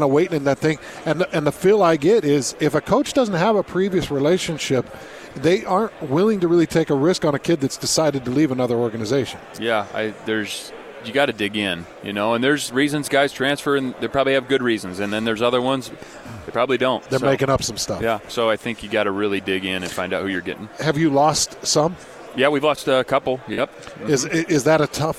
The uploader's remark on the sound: live from Pac-12 Media Day